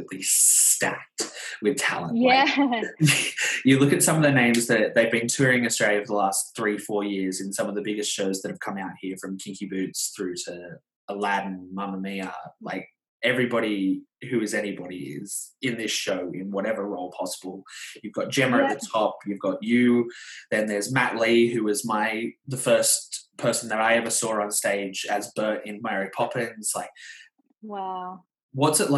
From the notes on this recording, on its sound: I did have some tech issues during this episode o the audio quality isn't 100%!